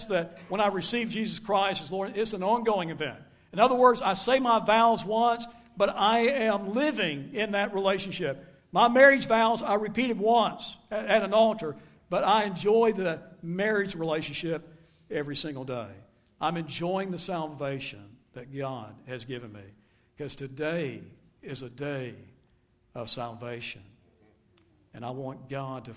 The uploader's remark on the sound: Recorded live at Shindler Drive Baptist Church.